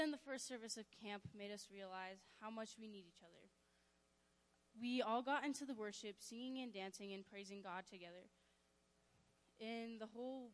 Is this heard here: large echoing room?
yes